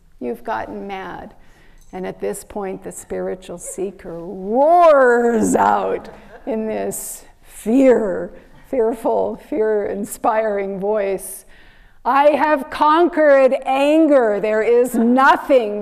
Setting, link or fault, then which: setting, large echoing room